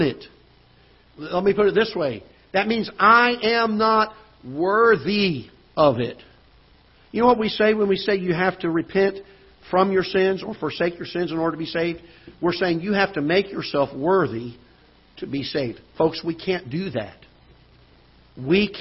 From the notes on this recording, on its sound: Ketha Heights Baptist Church ~ Live Broadcast.